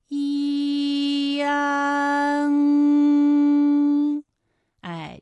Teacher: 从前高不圆唇元音一开始，舌位向前低元音啊的方向滑降，舌位只降到半低前元音 i 的位置就开始升高。